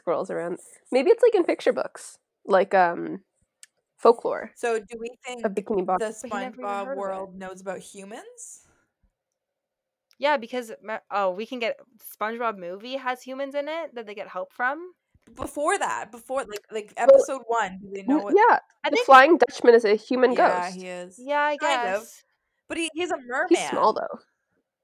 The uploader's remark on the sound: we promise the audio gets better!!